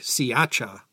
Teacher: It's more correct to call it Sriracha but the locals who live there, they don't say the R, and it comes out sounding more like Siacha